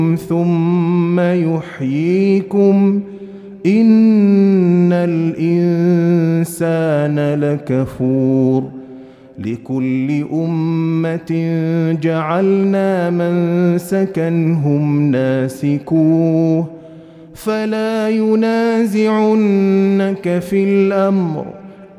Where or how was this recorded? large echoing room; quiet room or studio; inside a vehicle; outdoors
large echoing room